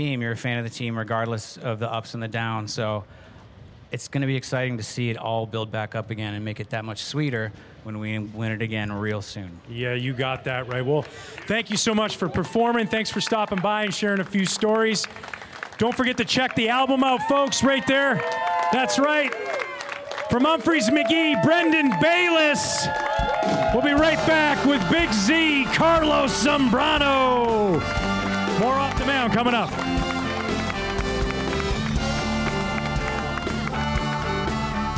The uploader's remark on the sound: For the first time ever on Marquee Sports Network. Was recorded live to a rooftop audience overlooking Gallagher Way after the final home game of the 2021 season. The live episode.